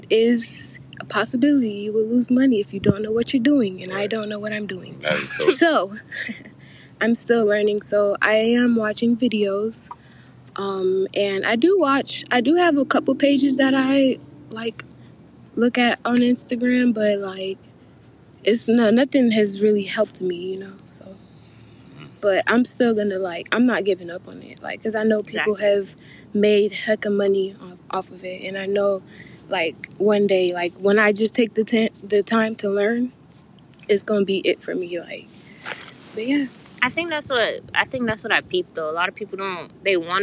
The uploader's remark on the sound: In this episode we took it outside and brought in some friends , had the wine going, some smoke going, bringing you relaxed vibes